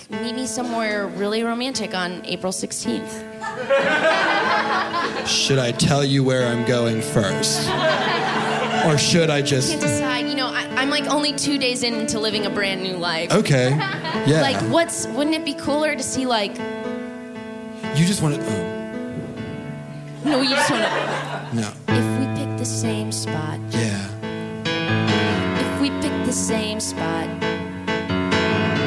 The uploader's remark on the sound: A special live episode. Live from the 6th Annual Trill Comedy Fest in Houston, TX.